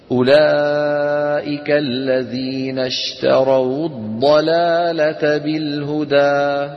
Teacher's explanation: حرف لين في آخر الكلمة الأولى وساكن في أول الكلمة التي تليها، يلتقي ساكنان أولهما حرف لين وهما في كلمتان. كيف أتخلص من التقاء الساكنين؟ بضم، بضم الواو. · Term: واو مضمومة